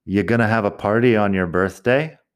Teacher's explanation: quitar el R y simplemente empezar con el U o incluso acortar el U y suena más como ya